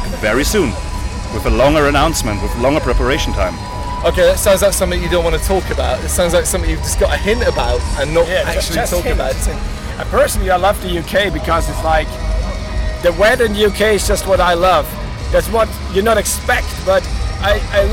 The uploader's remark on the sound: Bloodstock 2023 Interviews